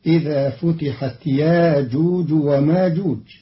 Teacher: قرأ قالون كلمتي يأجوج ومأجوج بإبدال الهمزة الساكنة حرف مد بمقدار حركتين، فتصير إذا فتحت ياجوج وماجوج مرادا به التخفيف.